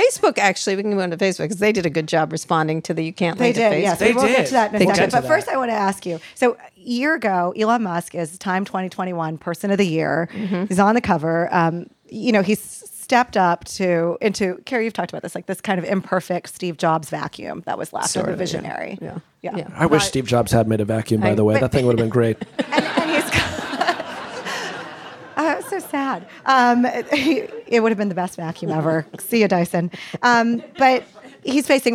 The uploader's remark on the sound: This conversation was taped in front of a live audience at Manny’s in San Francisco.